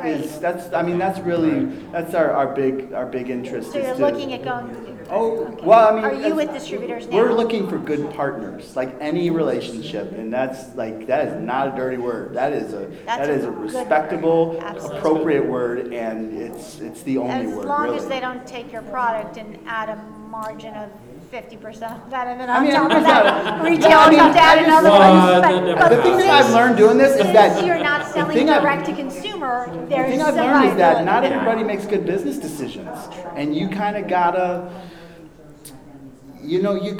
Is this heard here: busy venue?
yes